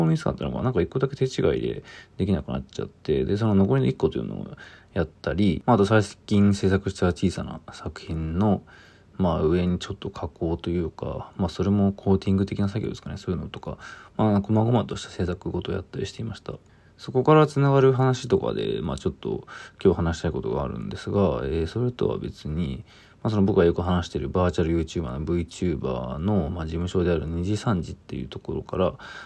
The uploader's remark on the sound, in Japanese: ボイスメモです。